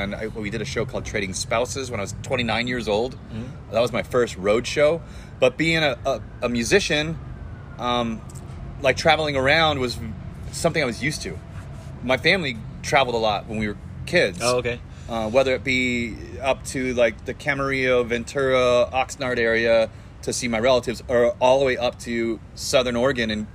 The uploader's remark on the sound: We sat down outside of Harvest Kitchen. Had to catch some of that vibe right into the microphone.